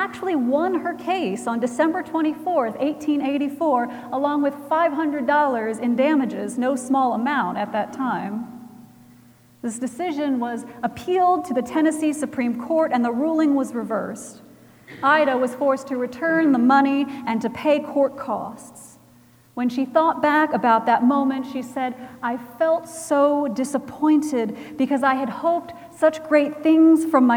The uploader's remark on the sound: At Trinity Presbyterian Church in Bixby, Oklahoma.